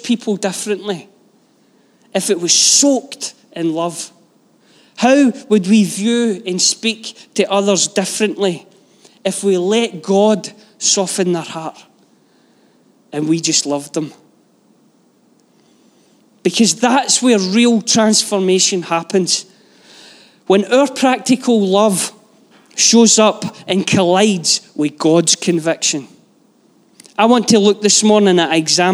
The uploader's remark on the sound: Live from our Sunday gathering on 20/11/22